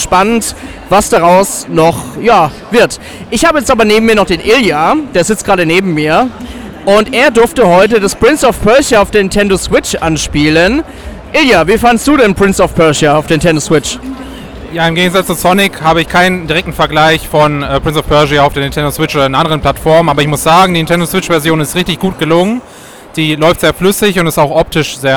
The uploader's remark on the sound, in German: Gamescom 2023. Wir haben auf der Messe immer wieder Ton-Aufnahmen aufgenommen.